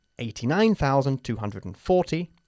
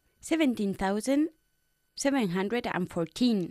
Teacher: The best way to differentiate between the two is to think of 40 as a number in which we emphasize the first syllable and 14 as one in which we usually emphasize the second